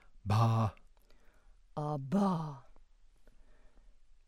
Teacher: In the central column of diacritics, we start with the diacritic for breathy voicing. A breathy voiced bilabial plosive and open vowel are ba. Ba.